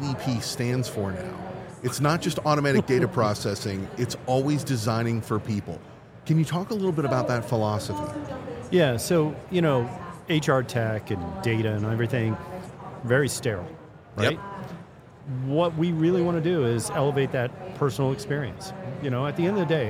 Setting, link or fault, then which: setting, busy venue